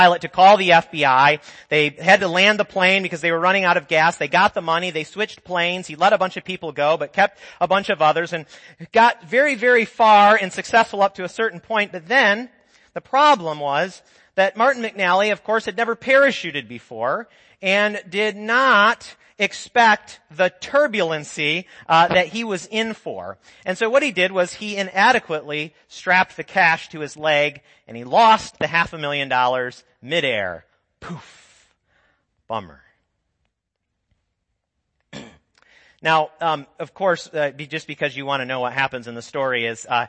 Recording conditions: large echoing room